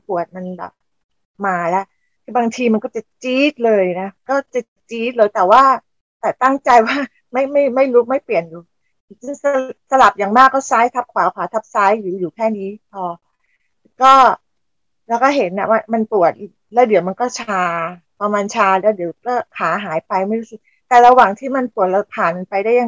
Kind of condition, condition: link, video call